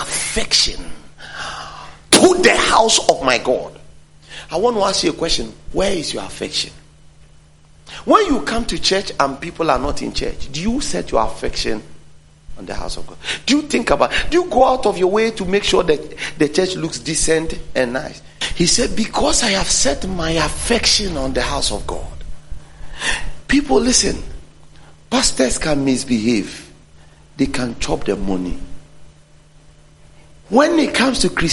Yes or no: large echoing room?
yes